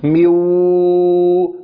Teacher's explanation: الخطأ أن تقول ميو وتجعل الصوت كله في الشفتين فتقرأ بواو مشددة بدون غنة